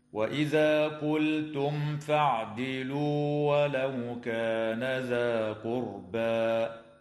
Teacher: وتظهر الميم الساكنة عند الفاء في قوله تعالى قلتم فاعدلوا · Term: الإظهار